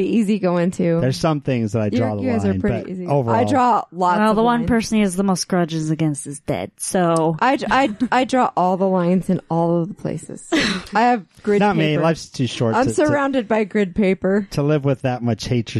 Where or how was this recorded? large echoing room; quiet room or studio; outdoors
quiet room or studio